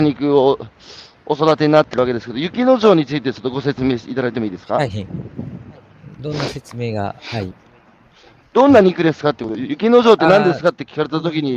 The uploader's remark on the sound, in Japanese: 歩きながら1時間、対談する。